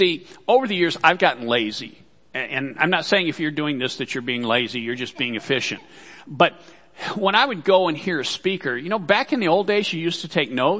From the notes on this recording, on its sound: Worship Service - Audio.